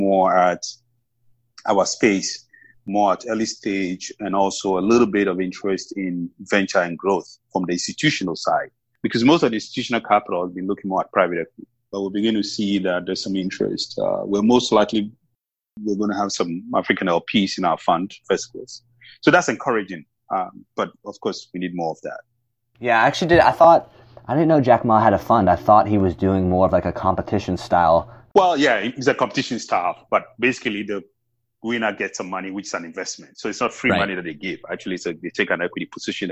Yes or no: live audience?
no